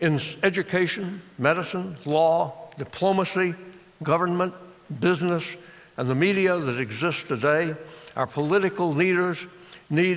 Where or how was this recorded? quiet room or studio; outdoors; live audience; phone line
live audience